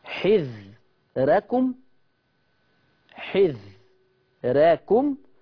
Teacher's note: راءات راءات ورا بعض، والراءات اللي ورا بعض كلها مرققة الورش